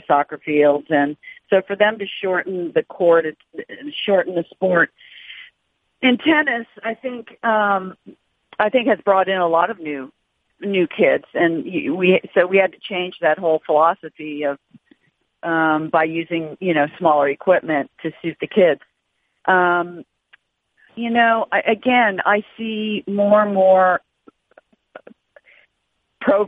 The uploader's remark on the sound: Australian Open Conference Call